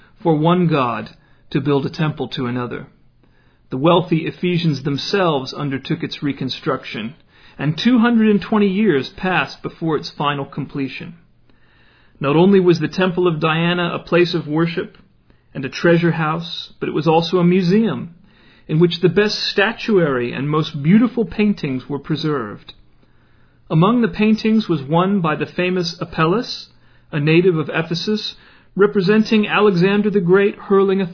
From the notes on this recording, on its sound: Originally delivered in 2008 at a house church in Leonard, TX.